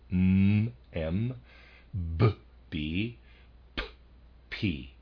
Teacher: the sounds which are brought to expression by means of the lips are M, B, P. · Term: both lips engaged